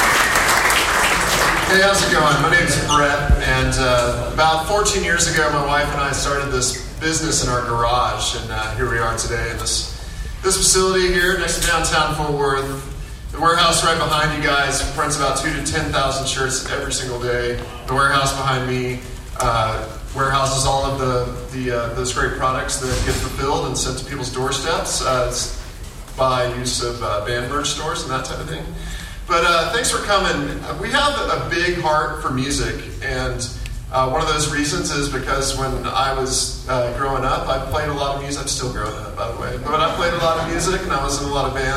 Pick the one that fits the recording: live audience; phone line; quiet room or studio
live audience